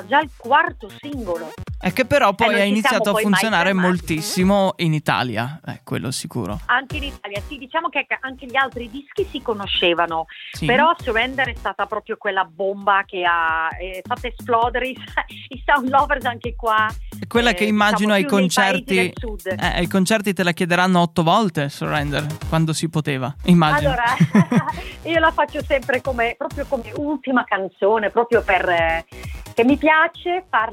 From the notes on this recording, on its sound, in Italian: In diretta su Radio Tausia. E' intervenuta telefonicamente in diretta nel Chicco Sound Show.